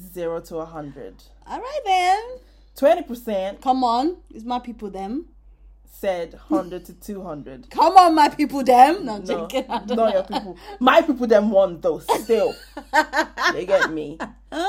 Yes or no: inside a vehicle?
no